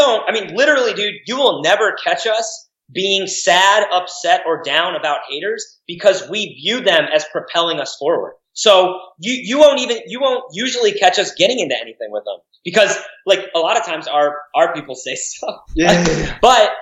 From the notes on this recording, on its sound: we spoke in the middle of the day, over Skype